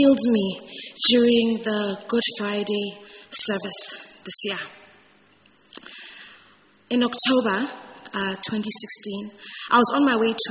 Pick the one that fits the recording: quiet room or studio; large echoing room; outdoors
large echoing room